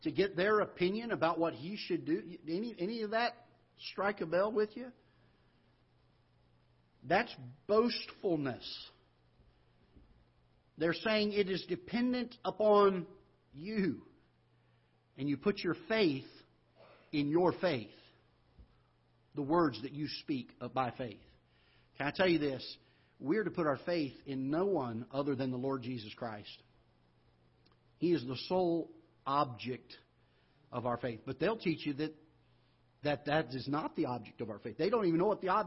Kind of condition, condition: setting, large echoing room